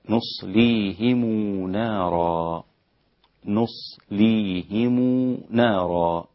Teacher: صلة ميم الجمع بواو مادية حركتين مقدارها